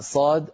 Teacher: صاد الدال ساكنة وسطا ووقفا يعني سكون أصلي